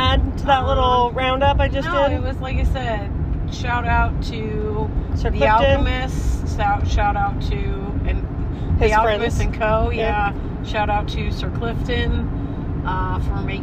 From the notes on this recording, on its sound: on a road trip home from The Saint Louis Renaissance Festival